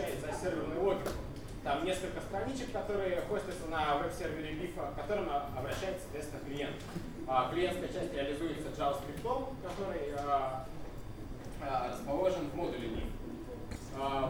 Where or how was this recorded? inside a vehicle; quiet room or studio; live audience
live audience